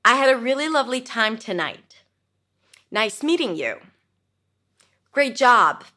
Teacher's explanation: So I bring my voice up at the end, but then I drop it down. So it's called a rising, falling intonation.